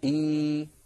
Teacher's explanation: كذلك لا يقول العربي إ، فإن وجد ذلك في كلامه أبدل الهمزة الساكنة ياء مجانسة لكسرة الهمزة الأولى فيصير النطق إي